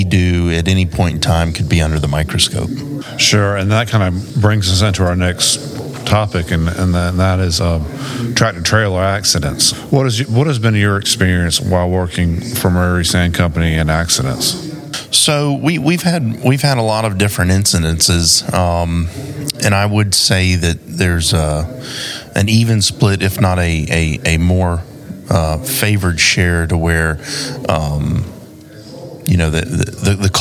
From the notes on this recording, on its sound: Recorded LIVE at the 2022 South Carolina Trucking Association Annual Meeting.